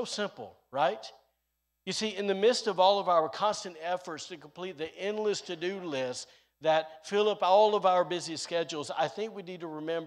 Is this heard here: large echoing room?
yes